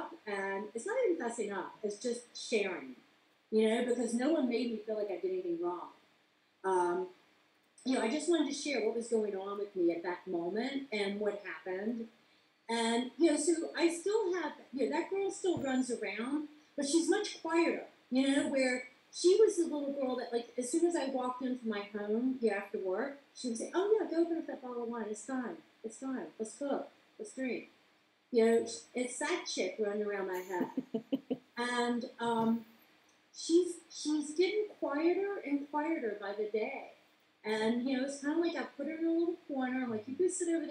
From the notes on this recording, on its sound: Apologies for my noob podcaster A/V problems